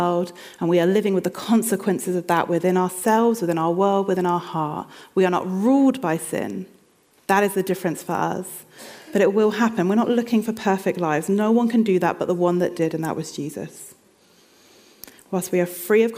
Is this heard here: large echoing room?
yes